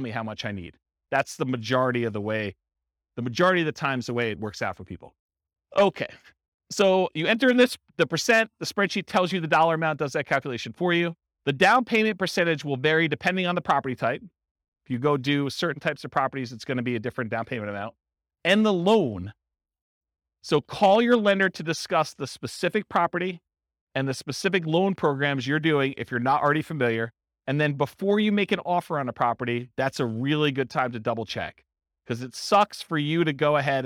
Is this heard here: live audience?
yes